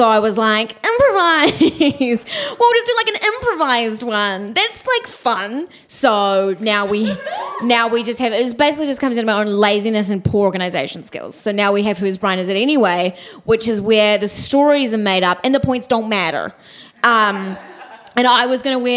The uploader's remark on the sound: Recorded live at BATS Theatre.